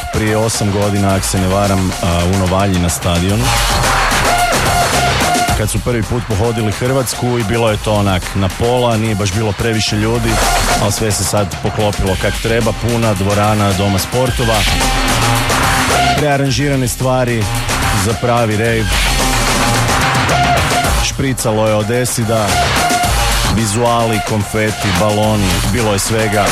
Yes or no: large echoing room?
no